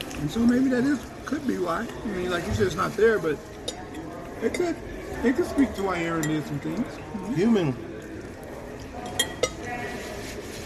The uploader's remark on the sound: don’t let the sound of the restaurant distract you